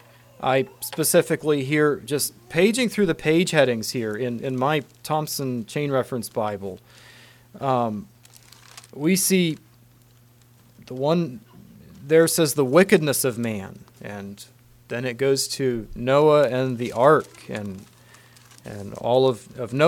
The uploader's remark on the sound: Message preached at Word of Hope